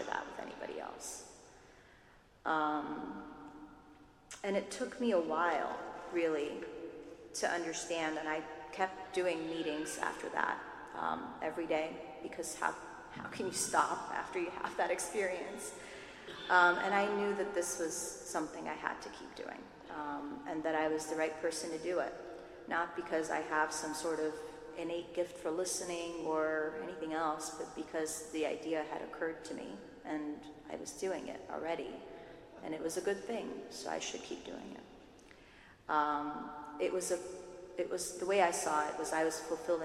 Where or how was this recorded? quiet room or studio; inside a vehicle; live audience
live audience